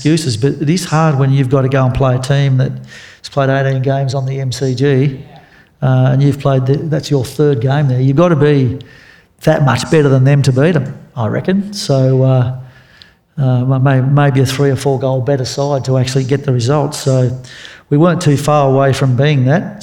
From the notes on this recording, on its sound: This conversation was recorded on Thursday February 15 at the Ron Hurley Theatre in Seven Hills.